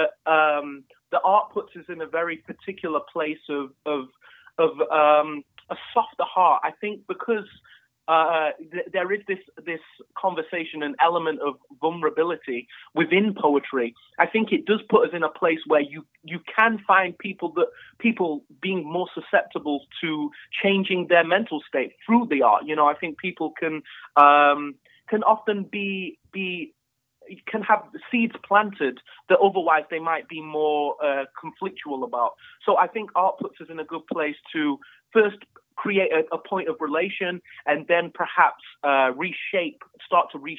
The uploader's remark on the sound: Please note this episode was recorded over the phone due to Covid-19 restrictions and this affects the sound quality.